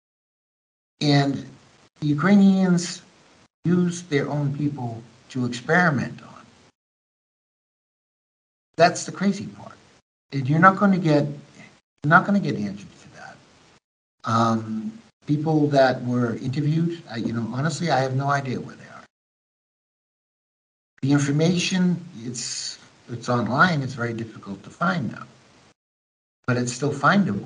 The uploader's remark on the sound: American Journalist in Ukraine Skypes Me.